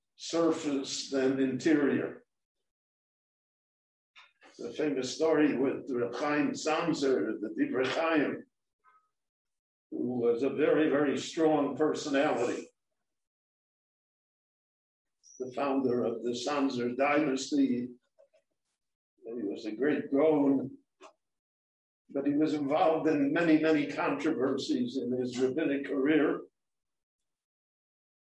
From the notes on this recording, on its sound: This short Dvar torah was recorded LIVE in Jerusalem at Beit Knesset HaNassi